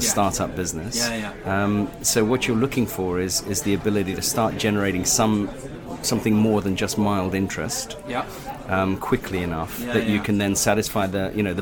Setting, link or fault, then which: setting, busy venue